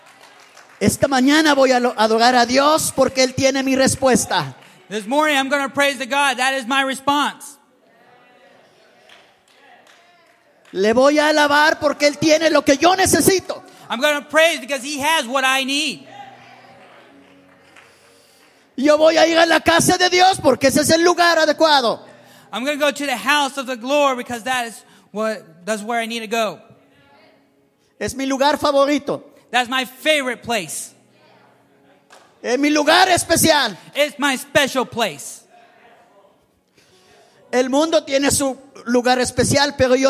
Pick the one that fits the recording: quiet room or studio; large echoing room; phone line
large echoing room